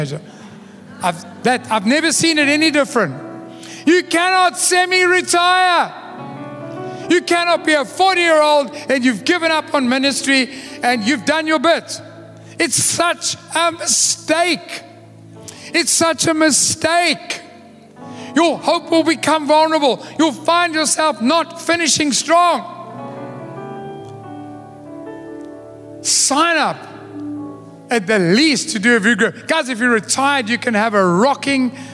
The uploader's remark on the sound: Recorded live on Sunday the 19th March 2023